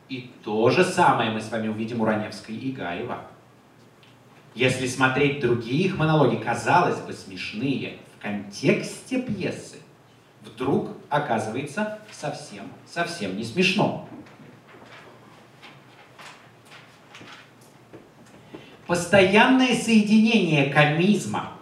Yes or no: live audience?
yes